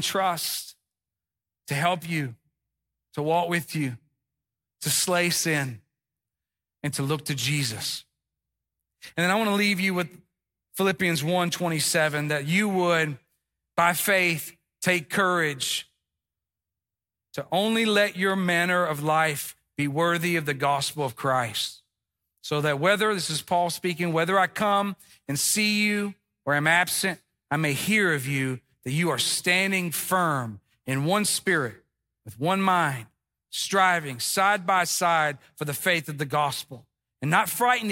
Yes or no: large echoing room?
yes